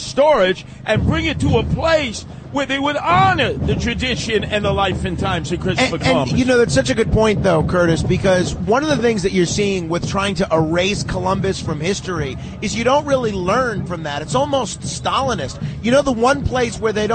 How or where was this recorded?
outdoors